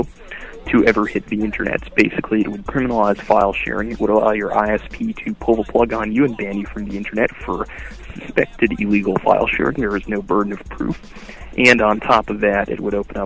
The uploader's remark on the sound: Prank Phone Calls Collection